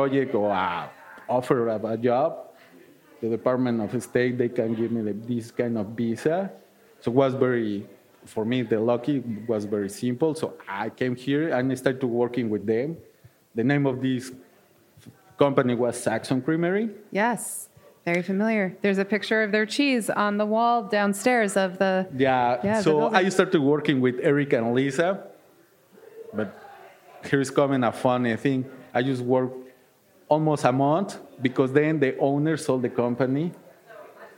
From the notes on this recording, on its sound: Recorded live in the HRN Podcast Lounge at the Art of Cheese Festival in Madison, WI.